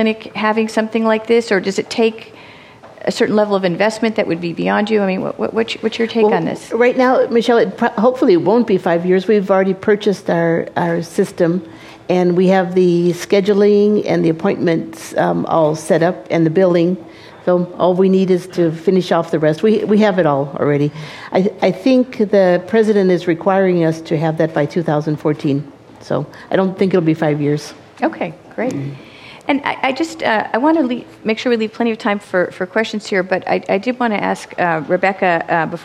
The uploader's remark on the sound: At the Café Revue in Fresno, a panel of healthcare providers and journalists discussed the future of rural medicine.